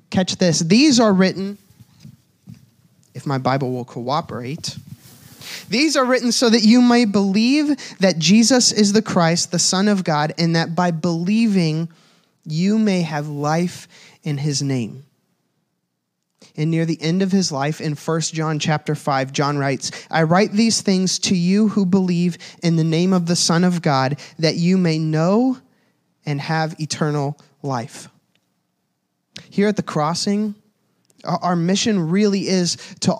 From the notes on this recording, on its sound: This was the message from the Easter At The Crossing services at The Crossing, DE in Milton, Delaware.